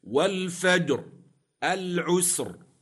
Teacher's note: الراء ساكنة في كليهما لأجل الوقف وقبلها ساكن صحيح وقبل الساكن فتح أو ضم تفخم